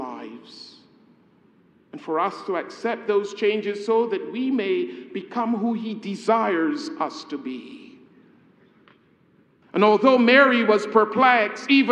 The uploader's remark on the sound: A homily preached on the occasion of the Installation